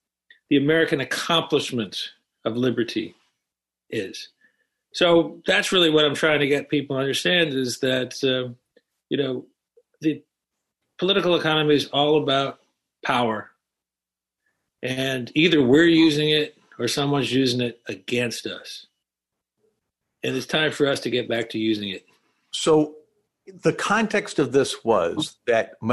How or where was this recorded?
video call